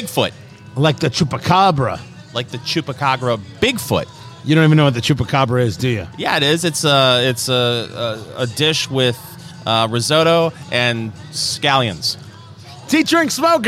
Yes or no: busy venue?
yes